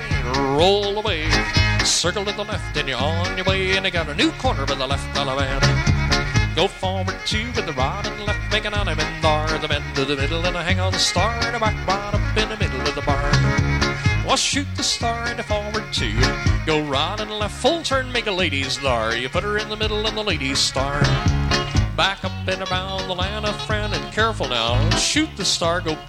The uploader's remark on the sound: live dance recording